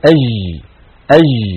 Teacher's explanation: بعض البيئات العربية تجعل هذا الحرف رخوا، فيقولون أج أج، يعني لا يحبسون صوت الجيم